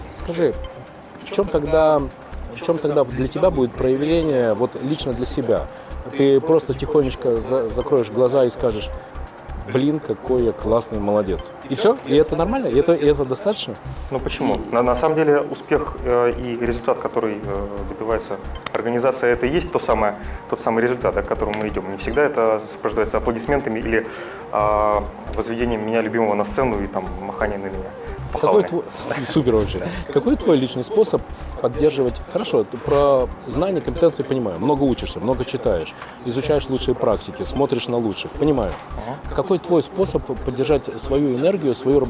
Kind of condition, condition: setting, busy venue